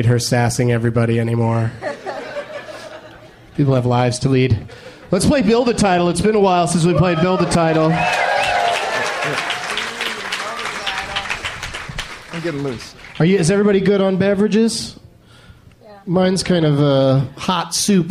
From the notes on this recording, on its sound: Live from The Punchline Comedy Club in Atlanta